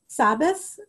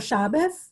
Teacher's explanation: You could tell in northern Lithuania there's something called sabestikadlosn, which is that the sh sound gets pronounced as a s, as an s, so that they say Sabbath for Shabbos · Shown in: first take